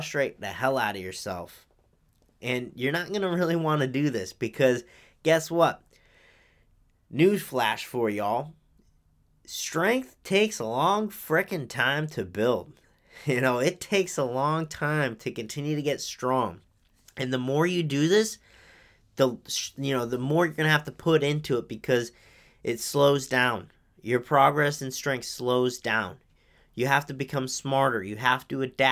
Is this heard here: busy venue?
no